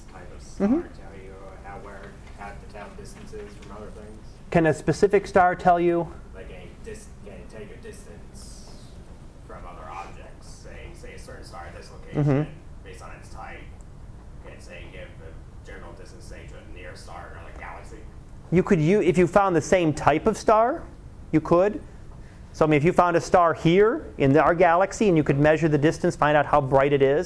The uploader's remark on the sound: Live Class Lecture